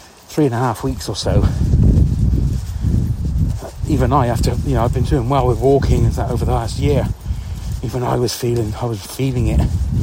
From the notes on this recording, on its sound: Just another little ramble on my pre work walk giving thanks x. Here’s another little Grizzly chat while I’m out walking little Freddy, my dog.